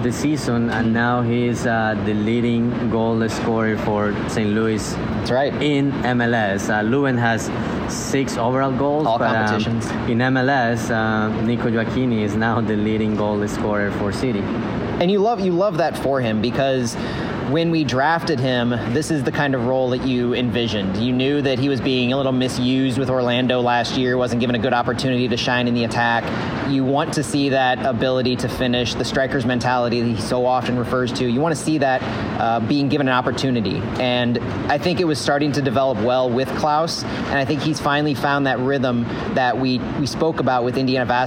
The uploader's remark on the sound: live at CITYPARK